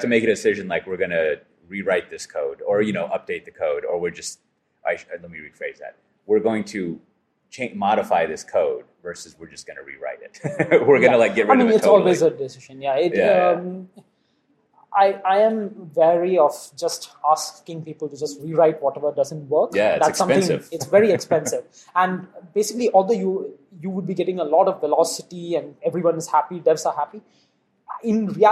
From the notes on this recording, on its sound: This episode was recorded at Voxxed Days Singapore.